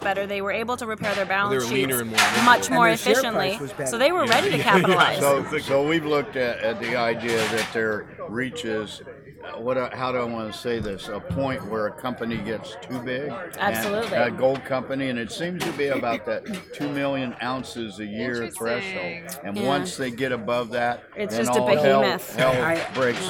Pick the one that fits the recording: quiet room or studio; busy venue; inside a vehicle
busy venue